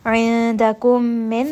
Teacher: Indakum min, this is going to be idgham with ghunna. So we see that there is that meme. And then again, there is a meme with a shadda. So we are merging both of these memes together. This is idgham because they're merged together.